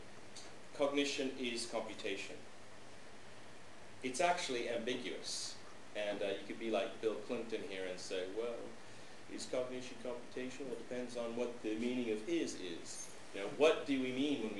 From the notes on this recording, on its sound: This lecture, given at the University of Skövde on October 19th, 2006